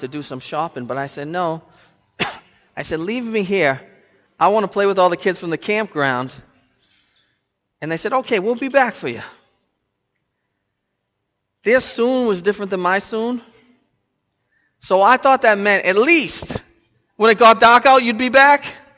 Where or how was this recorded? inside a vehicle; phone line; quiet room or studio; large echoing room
large echoing room